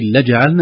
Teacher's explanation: لكن لجعلنا خرجت الجيم شديدة ممتازة، فركزي على الجيم في مخرجها وشدتها، لكن قراءتك كلها جميلة ما شاء الله.